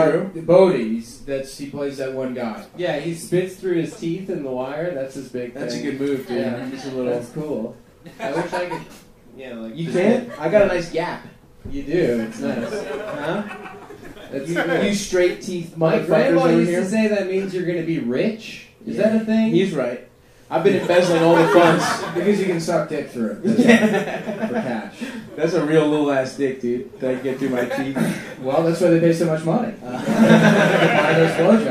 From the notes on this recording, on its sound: 2017-01-21 funny moms 4 Live Show